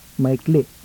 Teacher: The acute glottal, that is, a combination of an acute and glottalic accent on the last syllable